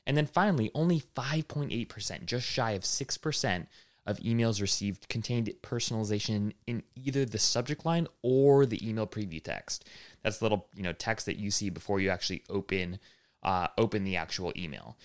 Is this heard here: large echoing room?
no